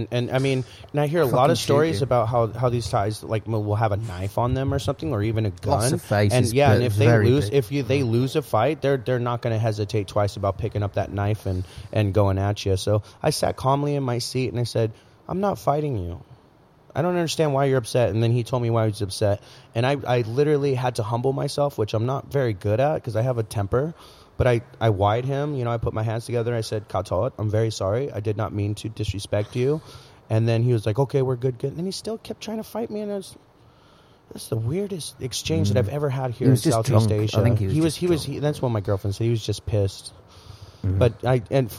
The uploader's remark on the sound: Live from our new home at the Sportsman on Sukhumvit 13. Bangkok.